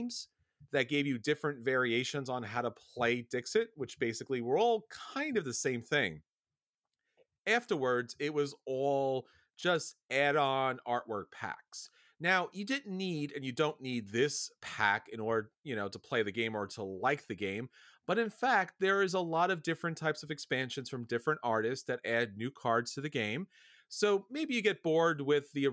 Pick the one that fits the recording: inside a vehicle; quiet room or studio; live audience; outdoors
quiet room or studio